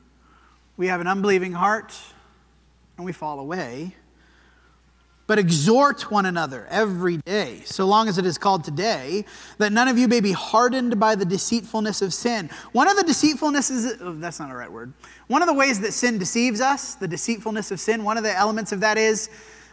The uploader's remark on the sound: This sermon was preached at the Dewey Church of Christ on August 27, 2023.